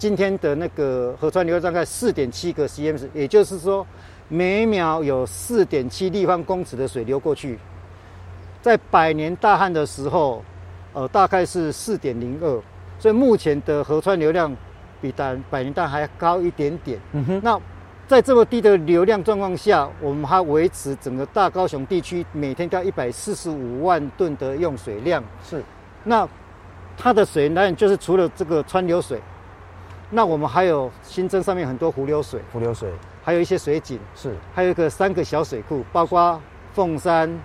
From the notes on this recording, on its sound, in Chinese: 雲林古坑乾旱現場